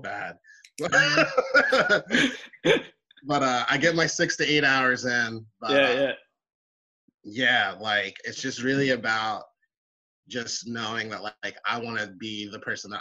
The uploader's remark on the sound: This episode was done over a Zoom call